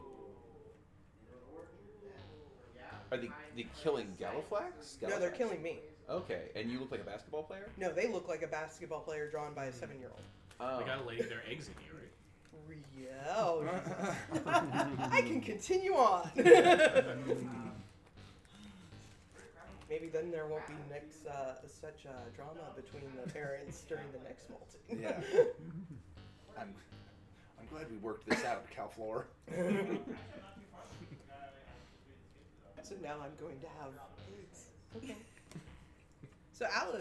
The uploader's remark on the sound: Live from CondoCon